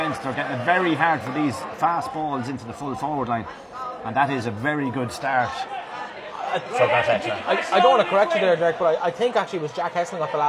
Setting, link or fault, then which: setting, busy venue